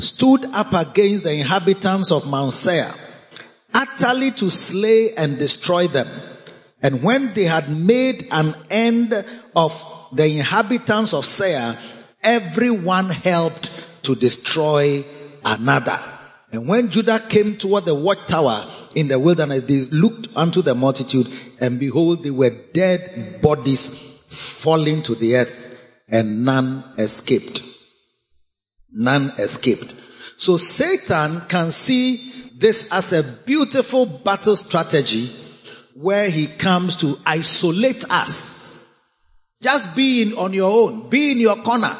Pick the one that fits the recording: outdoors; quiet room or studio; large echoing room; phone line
large echoing room